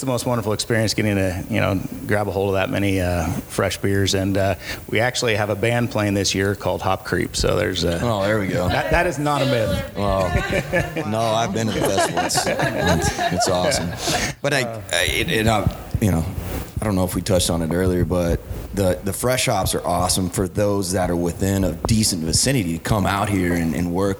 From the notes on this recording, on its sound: We're LIVE at the 18th Annual Hop & Brew School. Live From Hop & Brew School. We're LIVE at the 18th Annual Hop & Brew School , hosted by Yakima Chief Hops (YCH)!